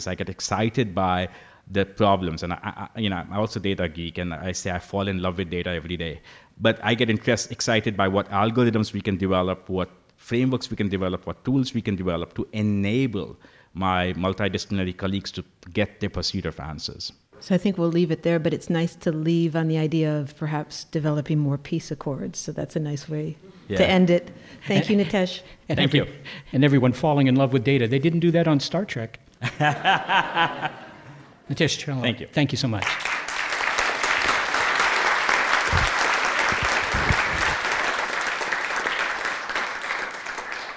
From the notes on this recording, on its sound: We travel to the University of Notre Dame to celebrate the 150th anniversary of its College of Science with a show recorded in front of a live audience. Recorded at the Eck Center at the University of Notre Dame.